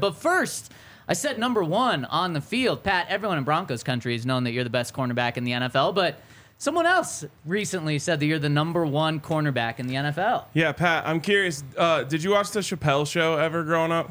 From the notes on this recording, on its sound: Coming to you LIVE from the DNVR Bar.